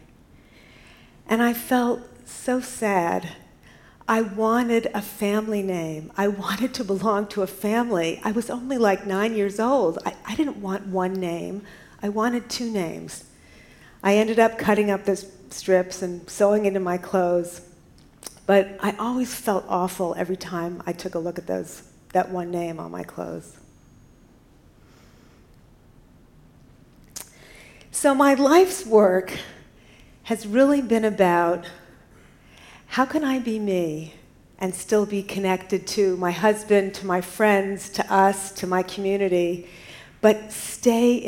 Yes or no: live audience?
yes